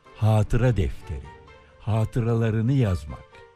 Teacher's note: Ama hiçbir kullanılışında ikinci A uzamaz.